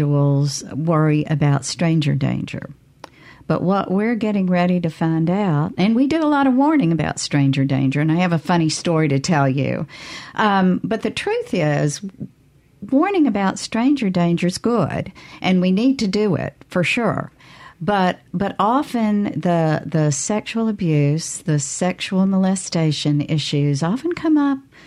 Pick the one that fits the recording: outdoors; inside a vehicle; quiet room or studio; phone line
quiet room or studio